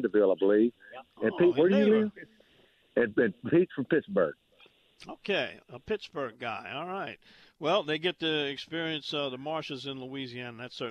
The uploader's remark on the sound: LIVE yet again from his duck blind